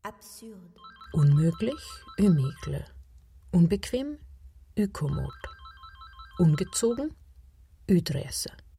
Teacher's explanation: Auch das verneinende Präfix Un ist bei uns ein Ü. · Term: Frankreichisch Ü